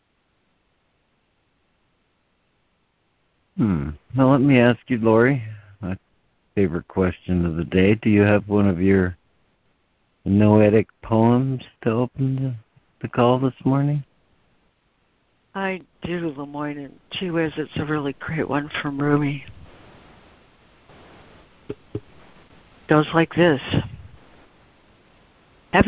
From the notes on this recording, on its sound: ACIM Daily Conference Call